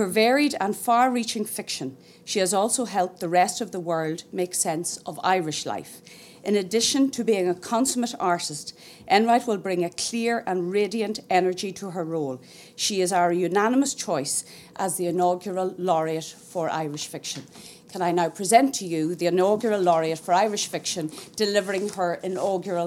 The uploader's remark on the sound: Laureate For Irish Fiction Annual Lecture 2016. Delivered her first US lecture as Laureate for Irish Fiction at the Lillian Vernon Creative Writers House as part of the Laureate programme.